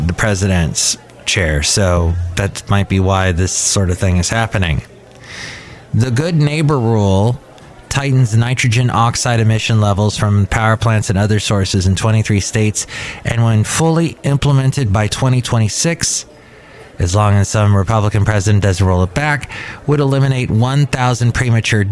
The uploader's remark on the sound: podcasts live from Cafe Anyway